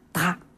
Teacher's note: 表示饮料的这个读音，它的韵母没有按规律从啊变到乌，而是保留了啊，大致上它还读作原来的达。